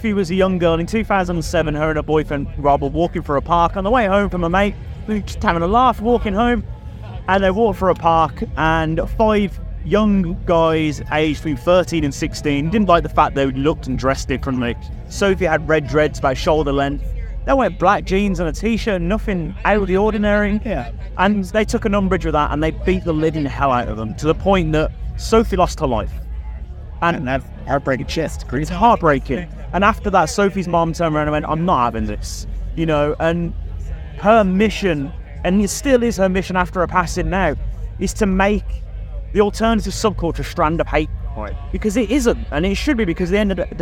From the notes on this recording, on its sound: From our 'Live from 2000 Trees 2023' series. Their set at the festival.